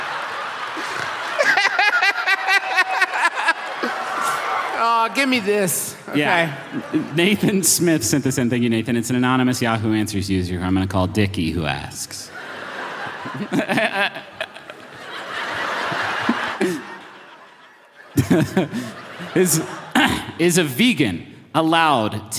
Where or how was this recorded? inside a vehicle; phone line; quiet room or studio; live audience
live audience